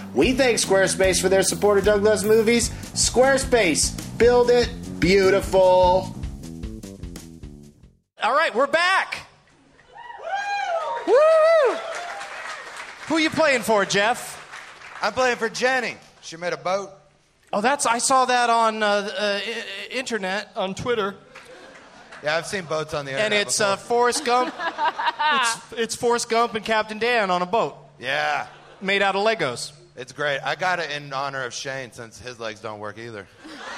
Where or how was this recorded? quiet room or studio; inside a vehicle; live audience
live audience